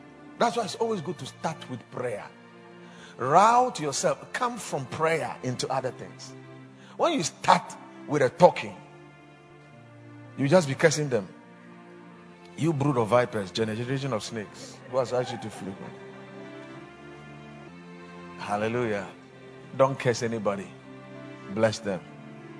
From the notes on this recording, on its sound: Preached at the Watered Garden Church